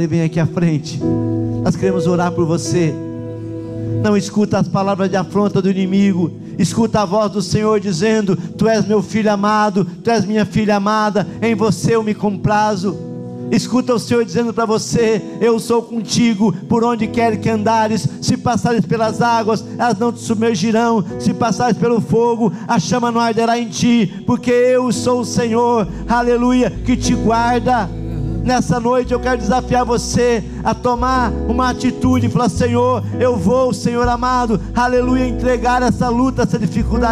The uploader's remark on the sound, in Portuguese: na Igreja ABA Curitiba (Transmitido ao vivo)